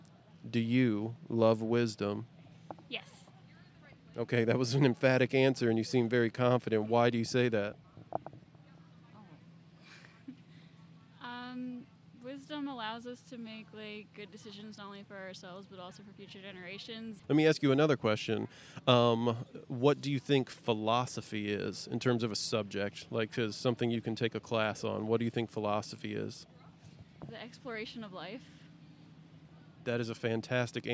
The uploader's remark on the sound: This week was itself part of the larger "150 Years of Giant Leaps" sesquicentennial celebration of Purdue University. We asked students and other passersby. Generally opened up the microphones giving people the opportunity to ask a philosopher any questions they had.